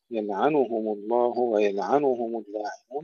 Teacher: انتبهوا إلى تحقيق الضم، ضمة النون خصوصا، يلعنهم الله ويلعنهم اللاعنون، لأن هنا تتبارى واوات وتتبارى ضمات، فننتبه إلى مسكنة أحدها خصوصا النون.